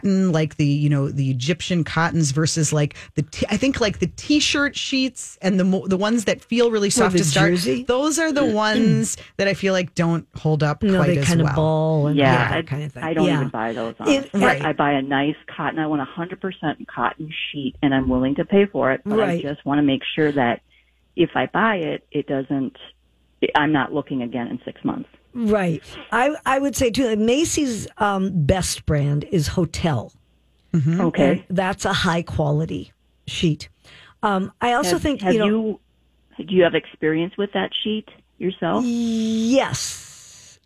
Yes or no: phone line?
yes